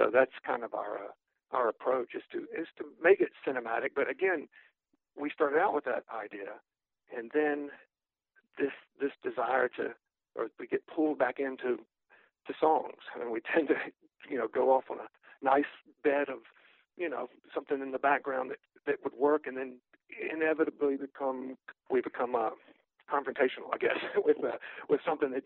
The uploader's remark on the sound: speaks on the phone